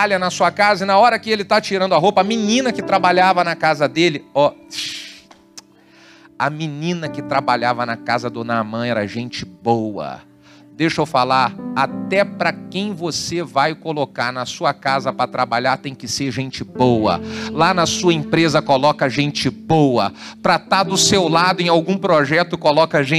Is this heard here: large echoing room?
yes